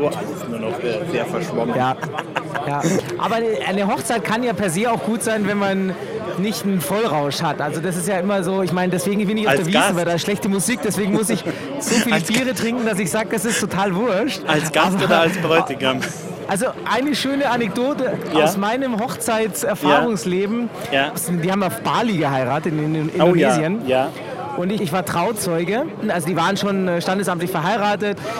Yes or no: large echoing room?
no